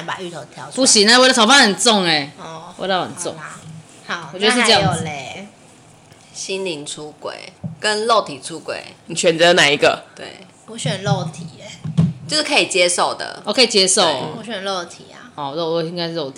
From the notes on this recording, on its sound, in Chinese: 道歉我們下次錄音不會再點滷味了。整條音檔都有吧唧嘴、金針菇咀嚼ASMR。